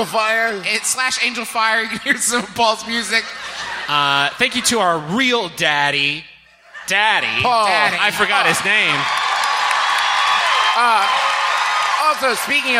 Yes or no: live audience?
yes